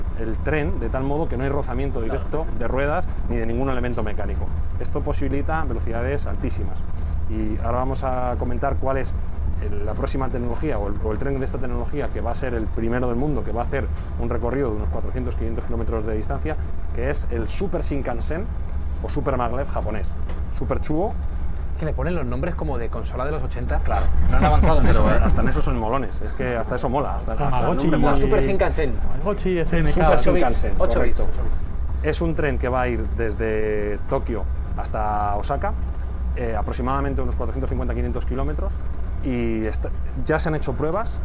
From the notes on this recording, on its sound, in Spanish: Hemos grabado un episodio especial dentro de un AVE, de un tren de Alta Velocidad Española, aprovechando un viaje desde Madrid a Fuengirola. De pie en el vagón cafetería.